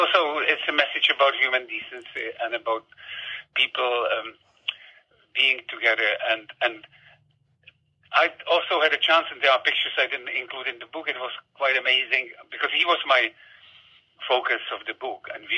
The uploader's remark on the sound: We never intended to turn this over-the-phone chat about Nicky & Vera into a podcast, but it begged to be shared.